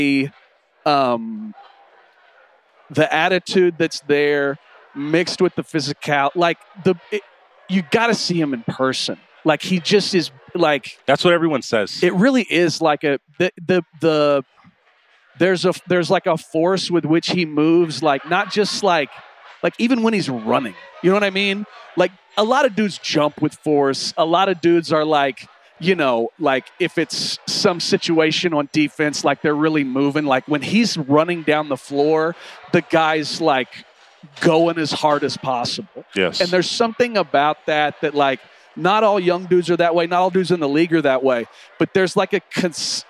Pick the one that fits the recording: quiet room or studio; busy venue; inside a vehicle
busy venue